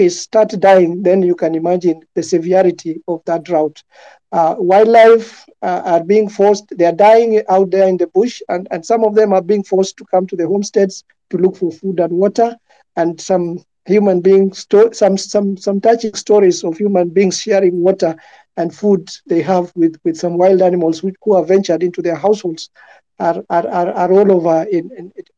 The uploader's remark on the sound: Recorded on 2nd October 2021 on Twitter Space.